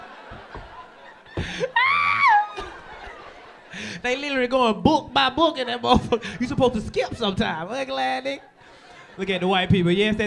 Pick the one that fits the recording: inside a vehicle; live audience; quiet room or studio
live audience